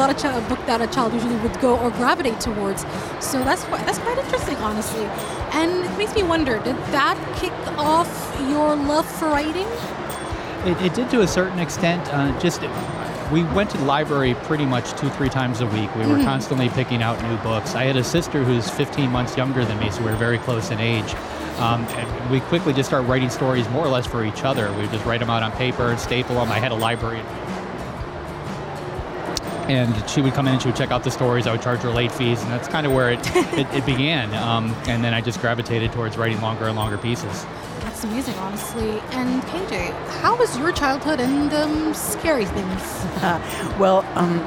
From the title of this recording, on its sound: Live from SIBF